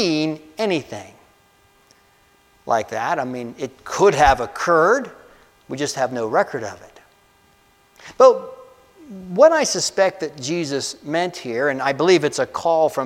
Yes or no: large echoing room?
yes